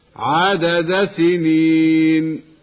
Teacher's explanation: فإذا تحرك الحرفان المتقاربان وجب الإظهار لحفص كالدال والسين